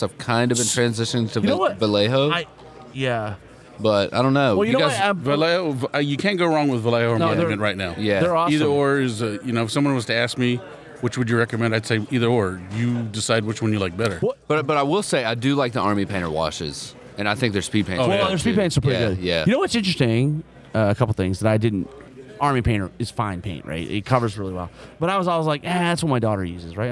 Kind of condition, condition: setting, busy venue